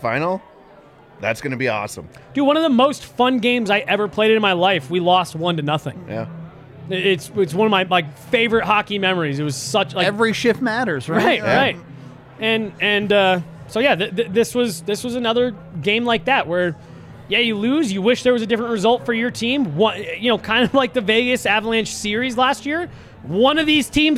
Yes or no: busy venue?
yes